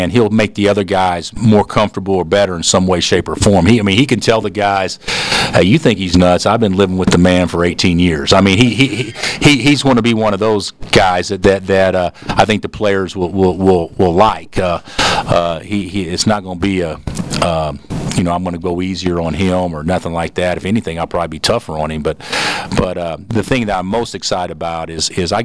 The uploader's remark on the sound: Press Conferences & Post-Game Interviews